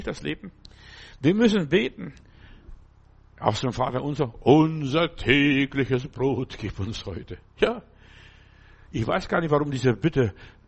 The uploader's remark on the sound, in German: im Gemeinde-Zentrum in Berlin aufgenommen